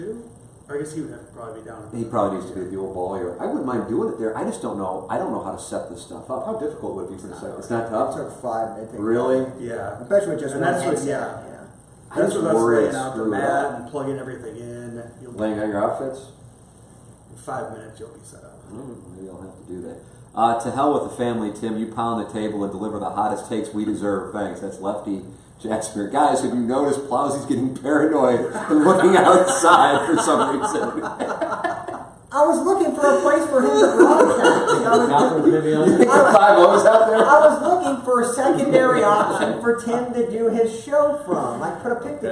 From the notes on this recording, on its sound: Live From Spring Training.